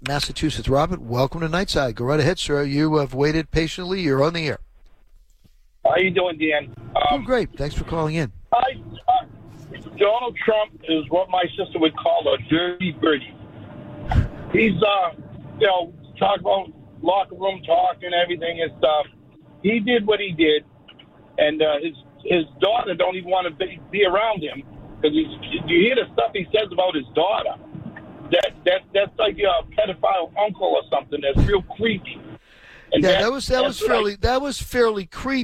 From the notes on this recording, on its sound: The phone lines stayed open for conversation